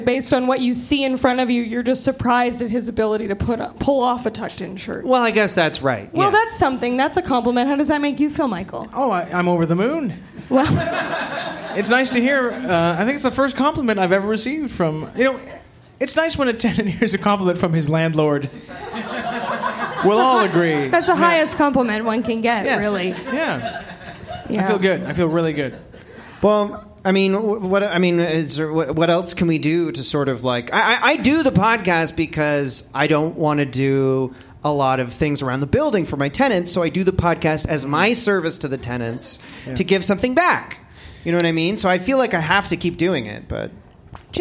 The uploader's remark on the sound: recorded live on April 17, 2019 at The Ossington in Toronto, Canada!